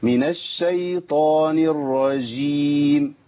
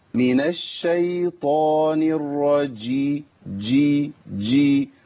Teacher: الجيم لابد من تعطيشها وبيان صفة الشدة والجهر فيها · Shown in: second take